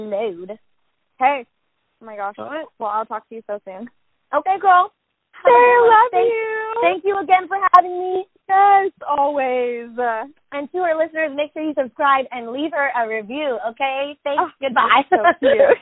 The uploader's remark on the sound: the audio is a little wonky this week